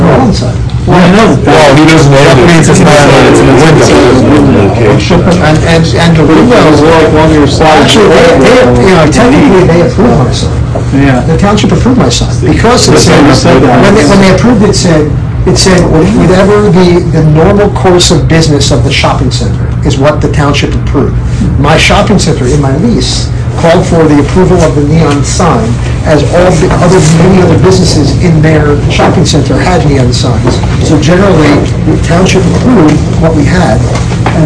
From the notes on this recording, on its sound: met with about 15 people outside the meeting room.